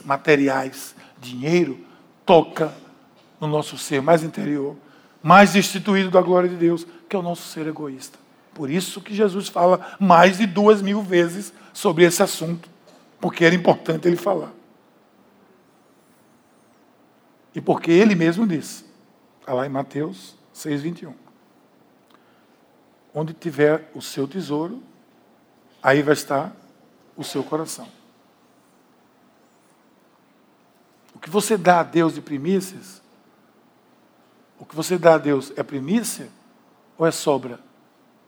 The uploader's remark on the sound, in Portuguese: Podcast gravado na PAES Piedade, dia 09/09/2018 na celebração das 19h.